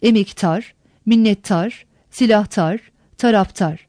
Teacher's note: D, T değişmesi. Dilimize Farsçadan gelen dar ekindeki D sesi, tonsuz sert ünsüzlerden sonra ünsüz benzeşmesine uğrayarak T sesine dönüşmüştür.